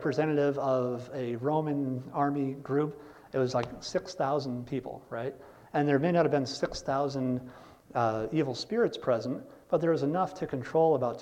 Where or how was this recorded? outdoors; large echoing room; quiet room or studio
large echoing room